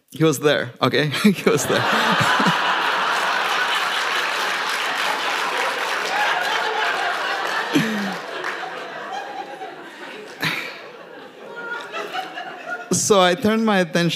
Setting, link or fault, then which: setting, live audience